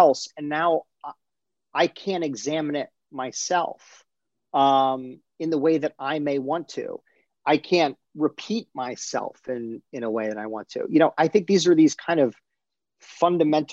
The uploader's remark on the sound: in a spoiler-filled virtual Q&A